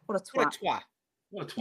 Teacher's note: don't say the last T. Just like cut that off